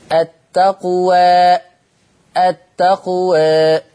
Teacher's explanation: ما قلش التقوى ولأ وكده صارت كالإمالة الكبرى كمجريها في حفص. يبقى التقليل الإمالة بالفك قليلا، التقوى التقوى وهكذا، التقوى التقوى هكذا، شيء يعني بسهولة ولطف، لأن هنا عمل اللسان ما بين الألف وما بين الياء، التقوى التقوى هكذا.